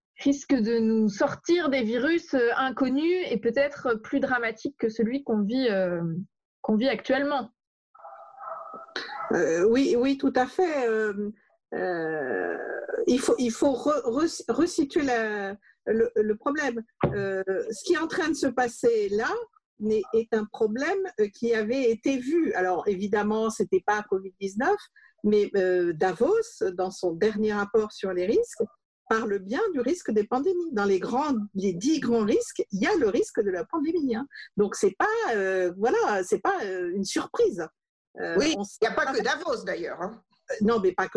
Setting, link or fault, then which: link, video call